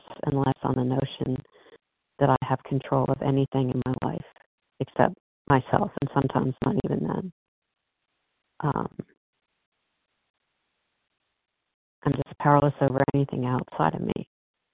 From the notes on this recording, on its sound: 100 Pounders Phone Meeting.